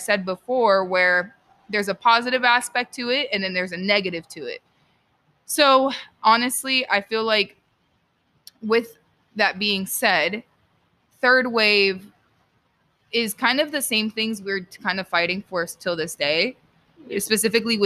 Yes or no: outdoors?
yes